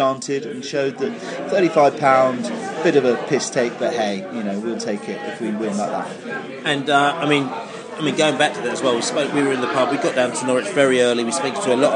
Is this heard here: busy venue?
yes